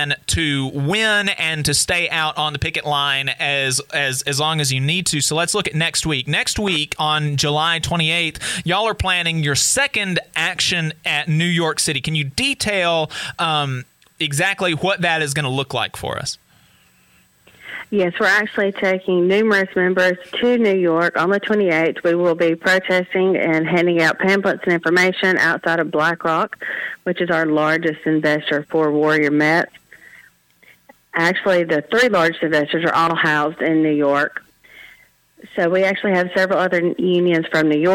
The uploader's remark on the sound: Call in with an update on the UMWA strike. Take your calls.